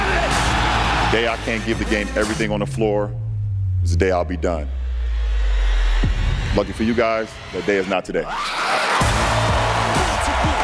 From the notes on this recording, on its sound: We're live from NBA Media Day!